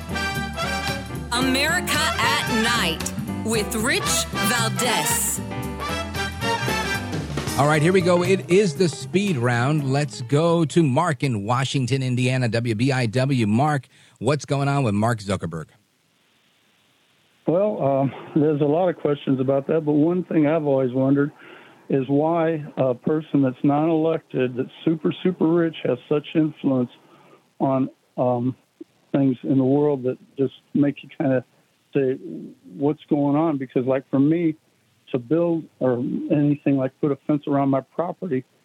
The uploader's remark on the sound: we take your calls in open phones across America